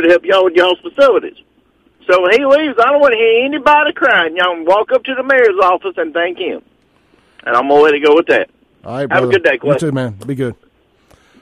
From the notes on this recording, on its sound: call in with back to back calls of the day!